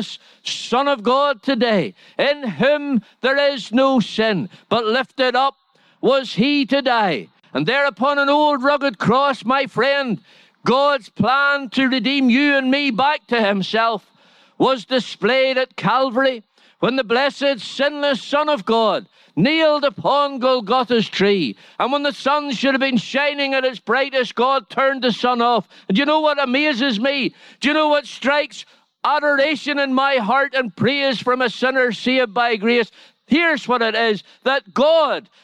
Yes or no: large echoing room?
yes